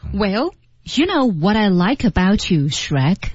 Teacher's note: 他就开始降调加升调啊，往上呢抬起一点点